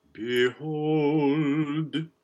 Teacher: front L and a good articulated D